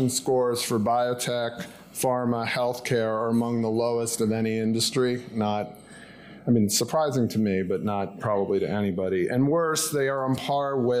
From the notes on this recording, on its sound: panel discussion that took place at the JP Morgan Healthcare Conference on January 9th in San Francisco